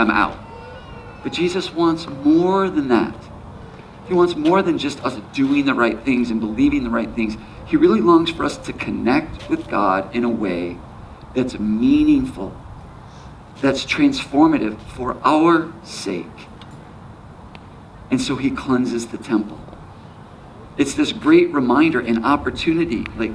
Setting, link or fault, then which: fault, wind noise